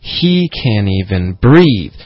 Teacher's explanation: 所以 he 跟 breathe 这两个音节都会有重音